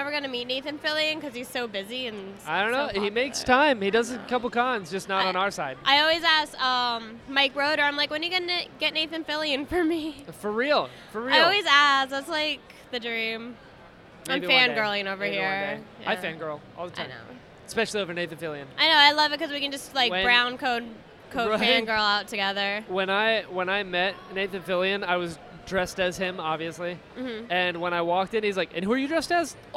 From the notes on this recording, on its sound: This week's episode was recorded at Animate!